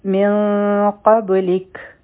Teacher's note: دلته کې به مونږ ودرېږو نو دا به شي من قبلک، په کاف باندې به همس کوو